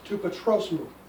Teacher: And the accent is on patros. You don't say, in fact, you'll notice there's not even an accent on the mu, because otherwise it'd be patros mu.